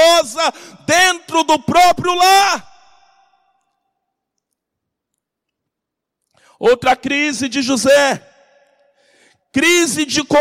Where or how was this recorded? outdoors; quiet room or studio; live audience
live audience